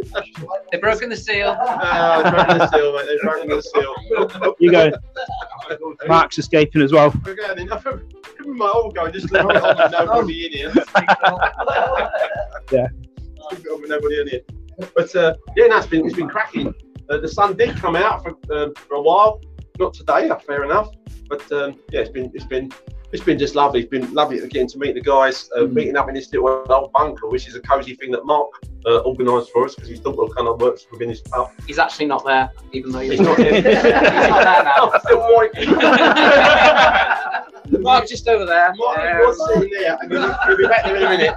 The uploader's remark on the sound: Streamed live from the Amber Rose pub in Edinburgh. Apologies the audio is not great guys wifi signal weak.